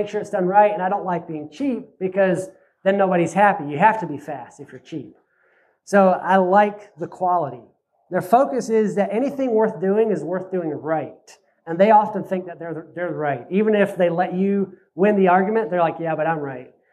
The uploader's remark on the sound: This is a replay of my Oct 2nd presentation at Self Reliance Festival in Camden, TN. This is a replay of my Oct 2nd presentation at Self Reliance Festival in Camden, TN.